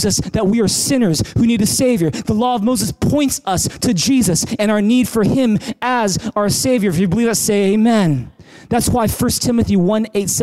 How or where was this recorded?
large echoing room